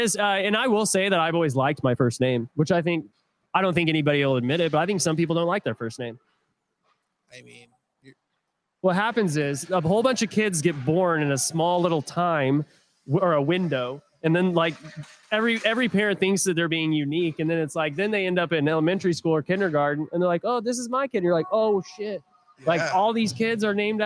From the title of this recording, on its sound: Live from United Heroes League Charity Hockey Game